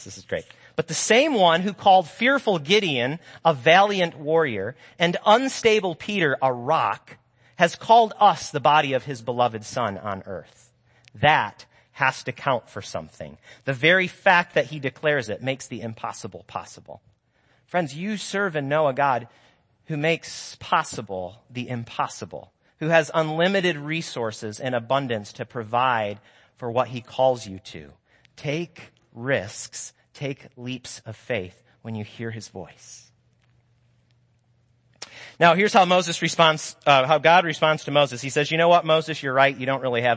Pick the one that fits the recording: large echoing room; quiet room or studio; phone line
large echoing room